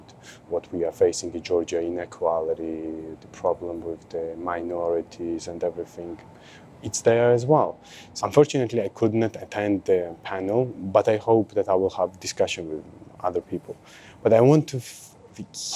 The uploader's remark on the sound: Recorded live at ICKPA Festival—an event co-run by contingents from the Georgian and Ukrainian dance music communities.